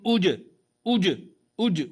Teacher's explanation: واضح سامع صوت الجيم مقلقلة في الابتداء